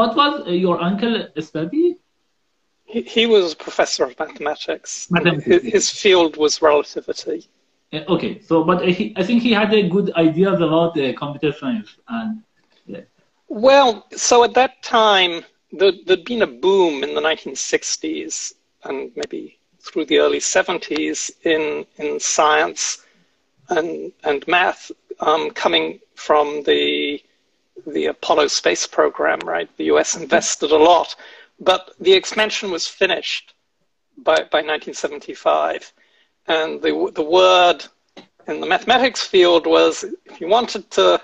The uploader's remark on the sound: This is an Instagram Live